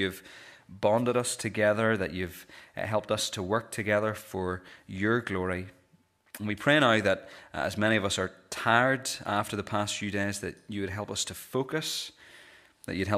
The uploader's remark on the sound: This is the recording of the Bible reading and sermon from our morning service on Sunday 10th December 2023.